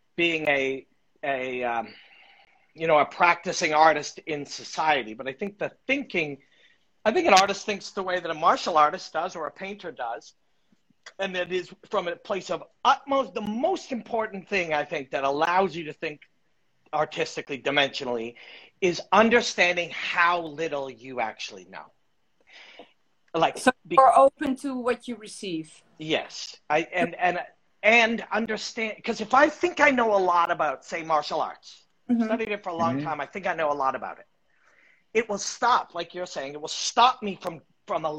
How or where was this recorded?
video call